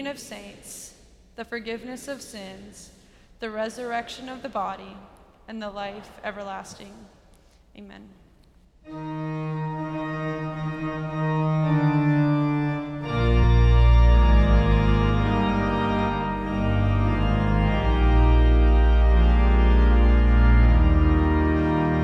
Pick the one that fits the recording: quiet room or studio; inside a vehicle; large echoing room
large echoing room